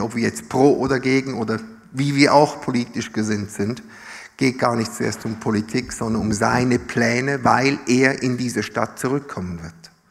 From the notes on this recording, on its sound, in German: Live aus Winterthur der Dienstagsgottesdienst